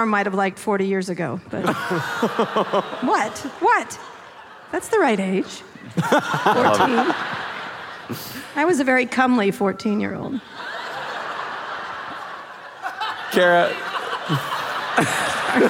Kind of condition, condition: setting, live audience